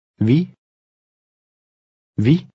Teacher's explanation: The long I in Danish is often pronounced as E.